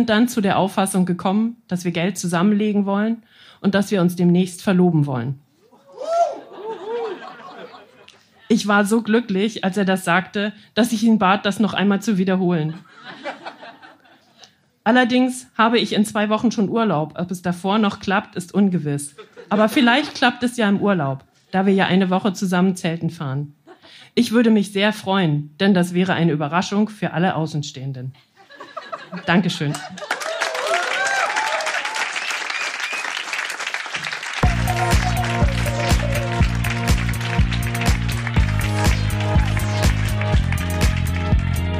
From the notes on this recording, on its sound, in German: In der achtundsechzigsten Podcast-Episode hört Ihr einige Beiträge von unserer Show vom 06.07.2023 im Baergarten des Revier Südost. Heißen Dank an den Baergarten des Revier Südost, unser tolles Publikum.